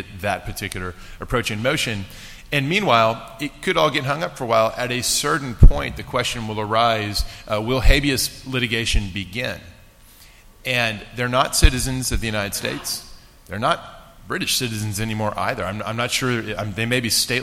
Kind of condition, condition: setting, live audience